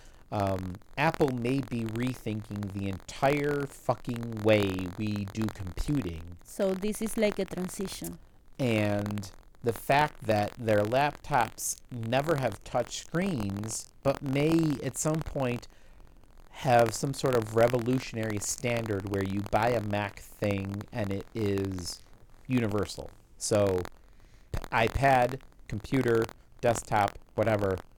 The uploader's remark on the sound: We experienced some minor difficulties with the audio tracks this week and spent too much time trying to fix them to no avail.